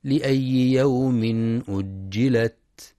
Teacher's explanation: ينتبه القارئ لشدة وهمس التاء في كلمة أجلت